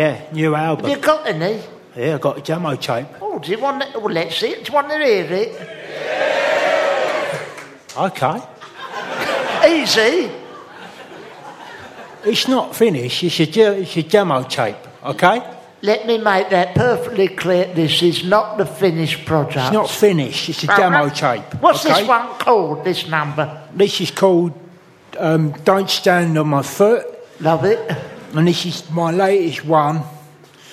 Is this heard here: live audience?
yes